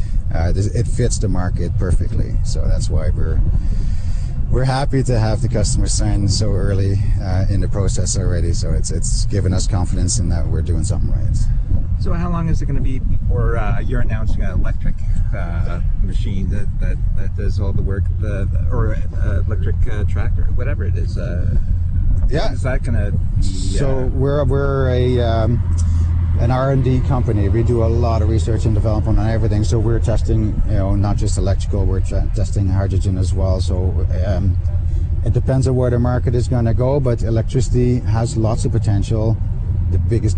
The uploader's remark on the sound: Live from Ag in Motion